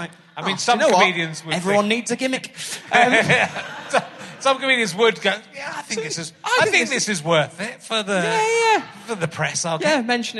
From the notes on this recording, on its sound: back at the Manchester Podcast Festival